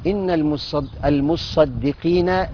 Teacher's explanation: لأنها وقعت بين الصاد والقاف، يبقى المصدي والمصدقات، يعني لابد إن احنا نرقق الدال